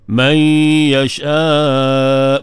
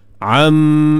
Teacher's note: nun mati, jumpa dengan mim, idgham ma'al gunnah, dengung, tutup mulut bagi rapat. Am, pegang dua harakat.